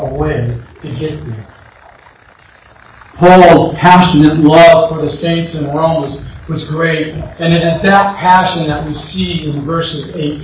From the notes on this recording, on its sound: Once again, I apologize for the bad audio quality.